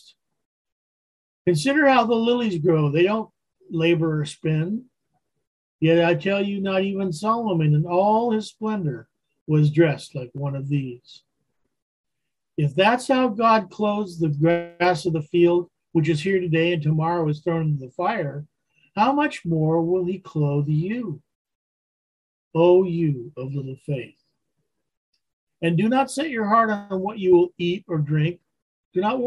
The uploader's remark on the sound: Wednesday Zoom study.